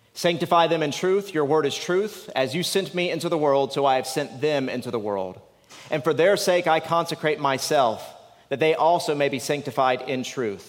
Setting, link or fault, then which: setting, live audience